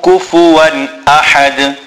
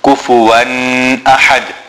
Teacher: There is no nasal sound on kufuwan. · Shown in: first take